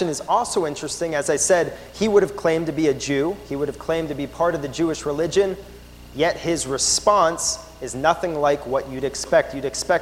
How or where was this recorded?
large echoing room